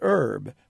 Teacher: the Roman pronunciation from which it came is with an H, herb. The English want to call it herb, which is dropping the H.